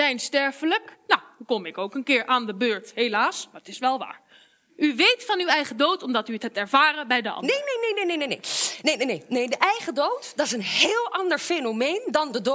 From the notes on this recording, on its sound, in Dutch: Theater en gesprek tijdens Denkwerk Festival. De Lindenberg. Radboud Reflects en Faculteit der Filosofie, Theologie en Religiewetenschappen van de Radboud Universiteit.